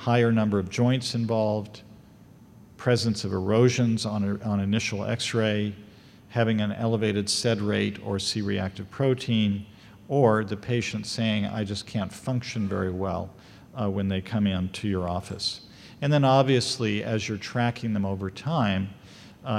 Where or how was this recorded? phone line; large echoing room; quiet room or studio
large echoing room